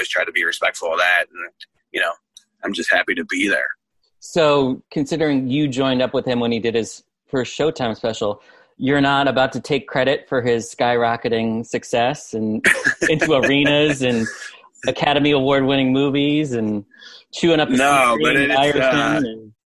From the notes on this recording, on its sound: sat down with me on Zoom